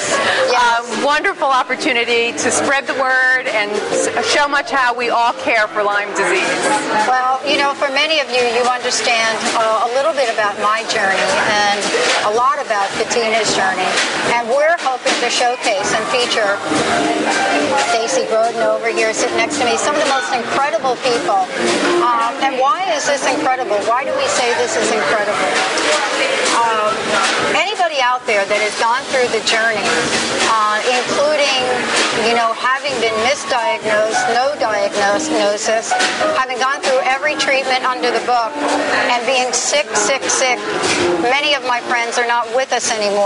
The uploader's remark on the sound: Lyme from New York it's Thursday Night Tick-Borne Disease Alliance Benefit. Attending the Tick-Borne Disease Alliance Fundraiser Masquerade Ball live in New York City.